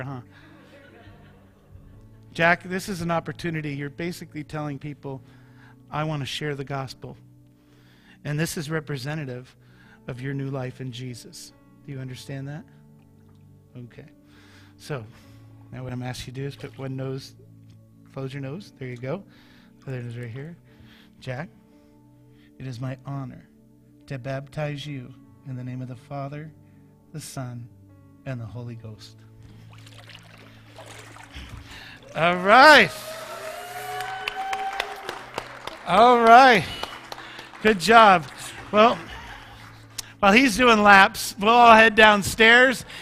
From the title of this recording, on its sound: Mt. Zion Church Live!